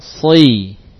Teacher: Huruf sad tebal dan dan sangat tebal karena punya sifat itbaq. Saat di kasrah juga tampak kuat ketebalannya. · Term: huruf itbaq